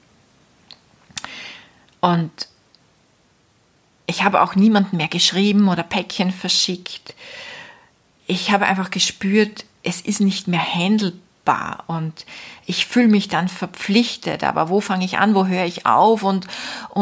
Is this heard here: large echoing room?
no